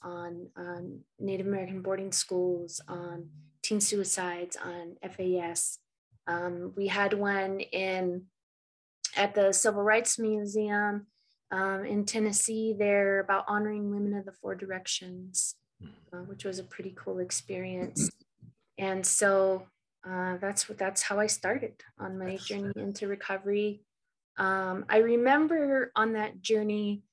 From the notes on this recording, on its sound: Recorded 10.20.2021 from Raleigh, NC & Colorado Springs, CO on Zoom